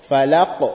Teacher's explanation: So that qaf, you should do qalqala on the qaf. Qalqala is where you bring this echo sound, it's like a knocking sound.